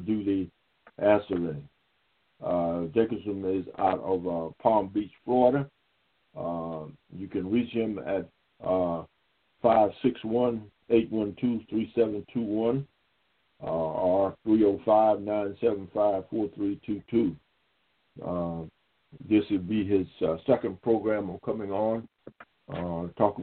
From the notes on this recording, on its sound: NABD Live Conference Call.